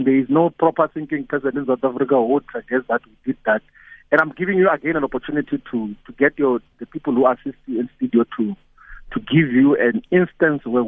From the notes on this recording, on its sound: He now joins us on the line…. Guest(Phone).